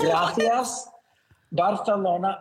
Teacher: everything that's got an S sound has a TH sound to it now